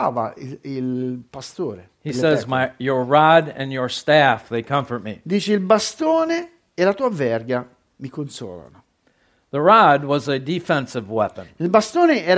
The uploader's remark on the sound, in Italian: Registrata presso il Centro Evangelico Battista di Perugia il 9 Ottobre 2022.